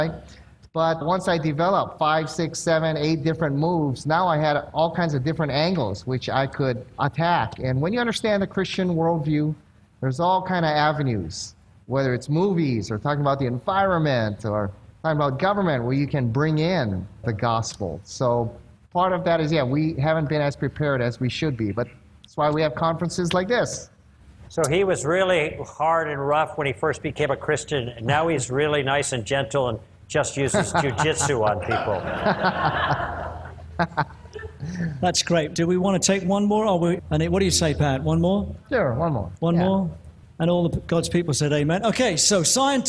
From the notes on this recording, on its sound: One of the most enjoyable moments of the Evidence and Answers conference is the question and answer period. Answer some very challenging questions from the audience.